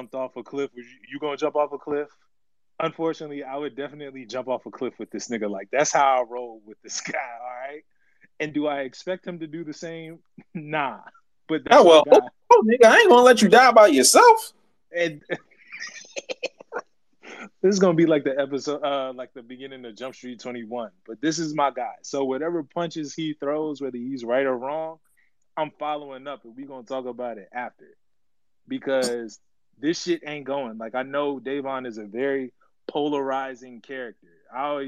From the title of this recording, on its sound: LIVE FROM TWITTER SPACES!